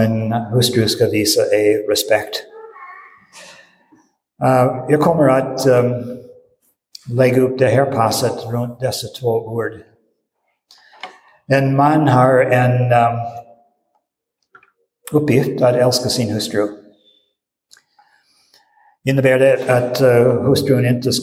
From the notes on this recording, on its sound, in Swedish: Inspelad i Roseniuskyrkan den 19 februari 2023.